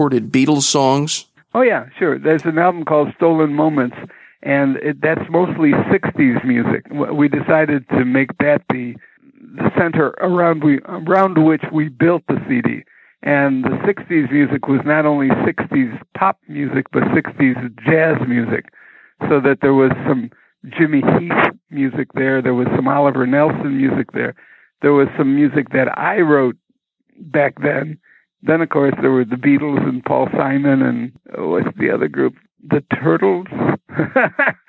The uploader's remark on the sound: This telephone interview goes back to the radio days.